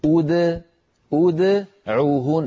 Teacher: دال ساكنة مقلقلة قبلها ضمة وبعدها ضمة